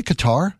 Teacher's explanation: you're supposed to have a guttural K sound from the back of your throat? I'll say Qatar.